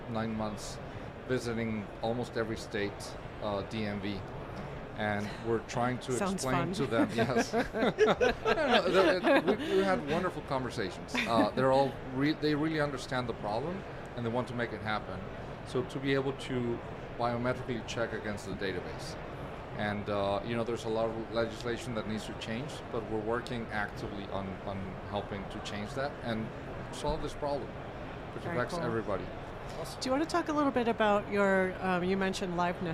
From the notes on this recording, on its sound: Recorded at Money 20/20 in October 2022.